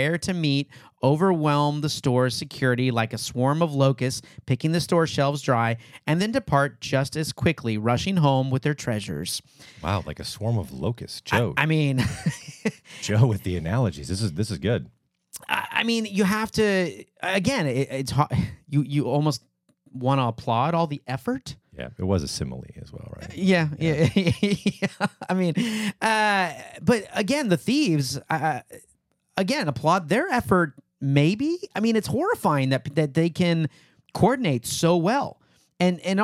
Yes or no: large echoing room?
no